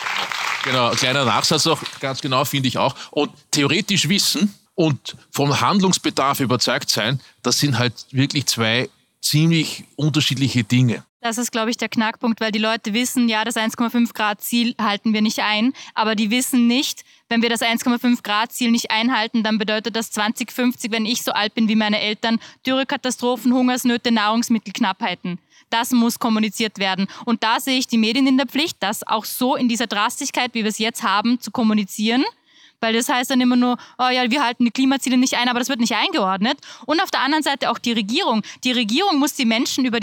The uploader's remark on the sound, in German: Beim STANDARD-Zukunftsgespräch im Juli diskutierte eine Runde aus Expertinnen und Experten. Auf der Bühne im Wiener Theater im Park.